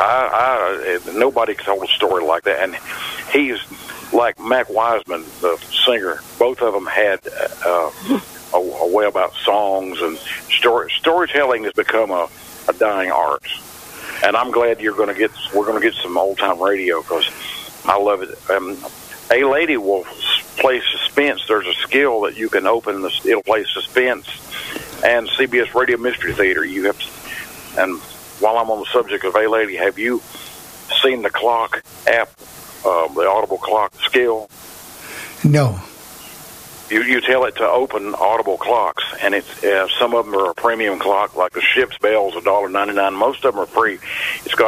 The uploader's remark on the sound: We feature great discussion from our pannel and take live calls.